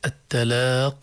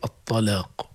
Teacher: التلاق بالتاء، لاحظوا لو أننا غيرنا هاي التاء شوي فخمناها إلى الطاء بصير الطلاق. إذن فرق بين التلاق وهو اللقاء والطلاق من الطلاق، فقط التاء والطاء.